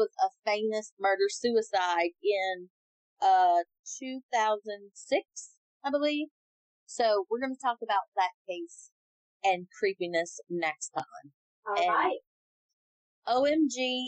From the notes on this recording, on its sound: Excuse the audio, first timers here.